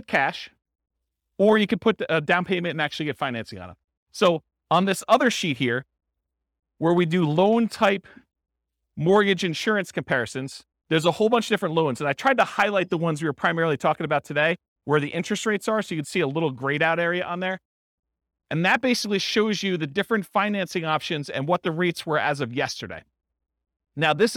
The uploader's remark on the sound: This was a live class recorded.